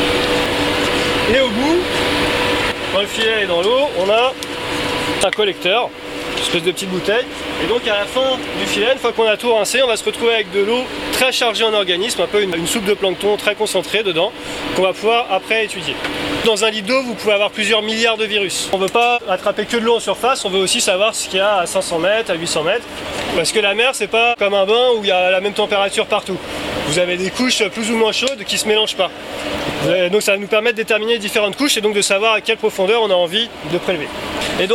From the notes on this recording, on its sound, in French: Écoutez le podcast de la sortie de la classe de CM1. Laissez-vous bercer par le bruit des vagues dans cette courte virée.